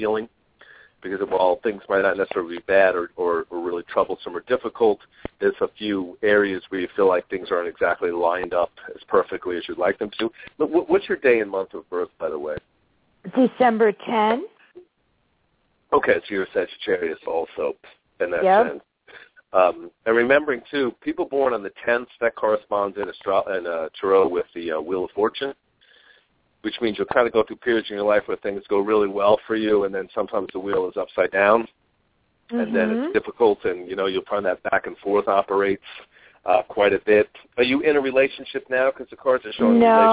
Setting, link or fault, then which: link, phone line